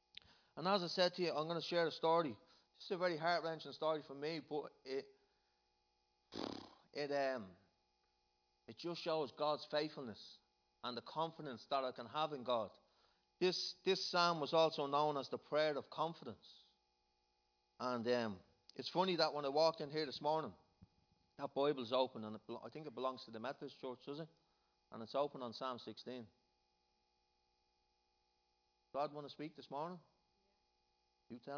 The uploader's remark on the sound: Recorded live in Liberty Church on 23rd June 2019